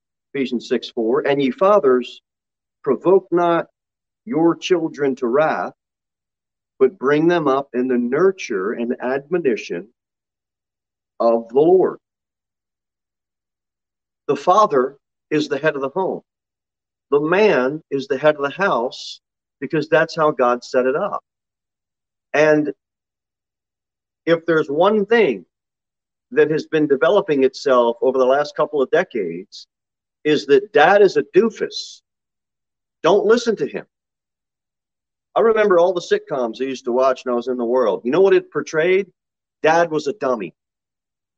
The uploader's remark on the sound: Sermon delivered at Pilgrim Baptist Church on Sunday, November 21, 2021, at 6:15 pm. Jere Whitson Rd. Pilgrim Baptist Church is a bible-believing, independent Baptist church.